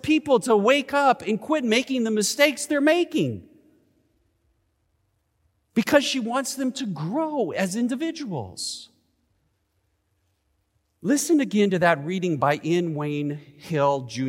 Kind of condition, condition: setting, large echoing room